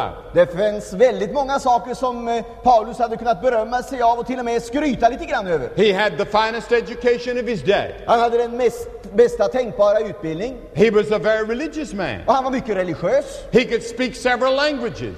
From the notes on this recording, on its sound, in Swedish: Inspelad i Scandinavium, G&#246;teborg 1977-01-14